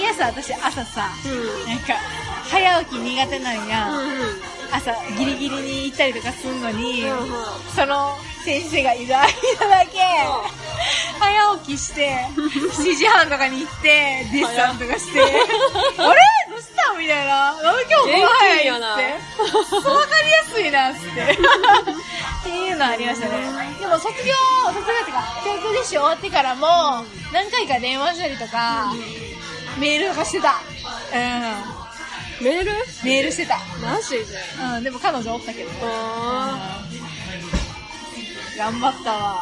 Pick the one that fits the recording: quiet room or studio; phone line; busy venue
busy venue